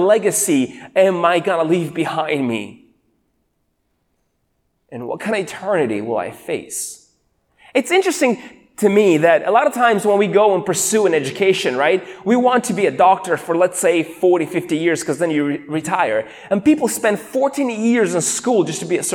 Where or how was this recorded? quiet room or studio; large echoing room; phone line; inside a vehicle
large echoing room